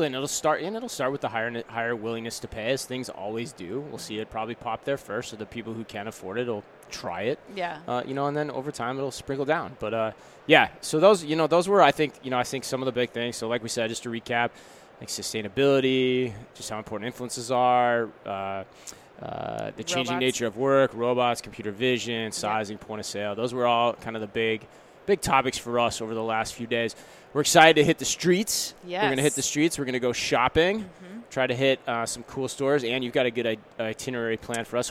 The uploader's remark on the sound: NRF 2020 Live Recap from the Javits Center, NYC.